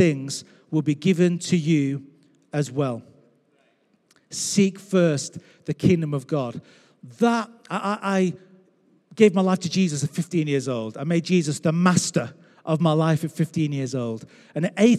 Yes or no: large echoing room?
yes